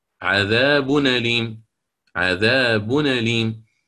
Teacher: هذه النون المتأتية من التنوين تنقل إليها حركة الهمزة